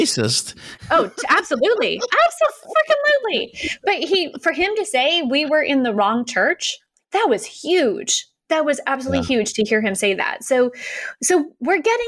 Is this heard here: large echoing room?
no